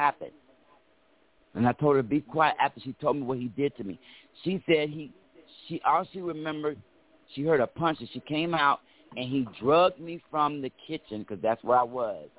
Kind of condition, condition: link, phone line